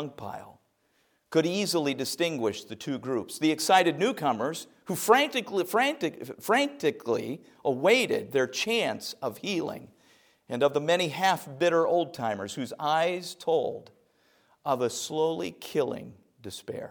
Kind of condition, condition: setting, large echoing room